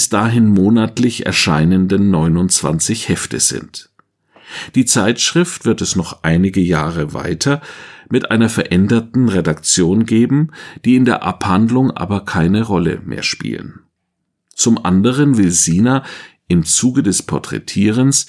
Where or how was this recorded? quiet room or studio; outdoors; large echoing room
quiet room or studio